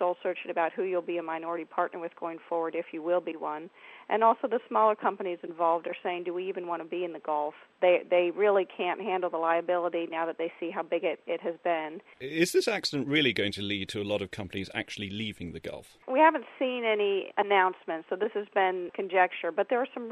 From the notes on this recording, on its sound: In the studio. Down the line from Houston.